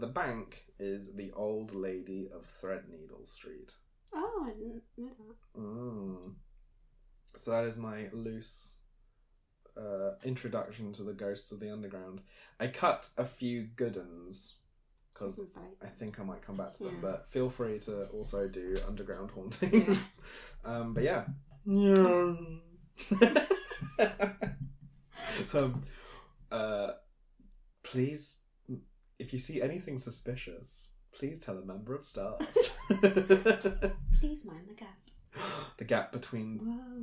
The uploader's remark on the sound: APOLOGIES ONCE AGAIN FOR AUDIO.